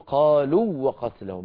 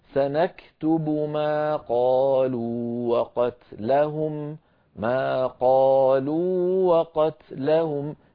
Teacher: فنمد الواو الأولى ونعطيها حقها من الزمن · Shown in: second take · Term: حرف مد